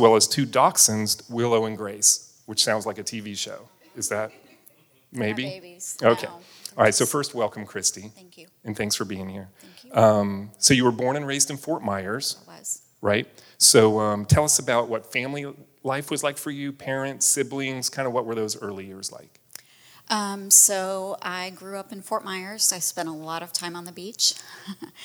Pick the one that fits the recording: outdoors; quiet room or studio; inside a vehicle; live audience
live audience